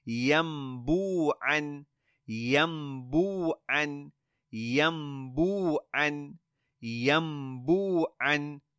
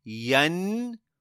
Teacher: If we have a tanween and then a ba, or we have a noon sakin and then a ba, then in both circumstances that noon turns into a meme. · Shown in: first take